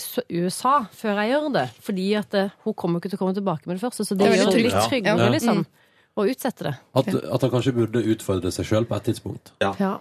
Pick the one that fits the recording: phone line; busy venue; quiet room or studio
quiet room or studio